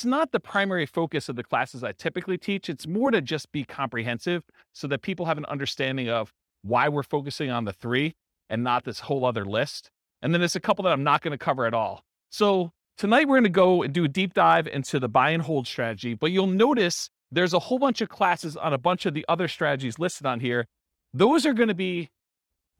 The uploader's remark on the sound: This was a live class recorded